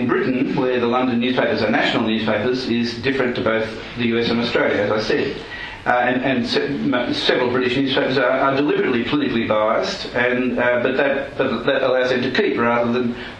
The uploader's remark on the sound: presented at the conference hosted by The New Criterion and the Social Affairs Unit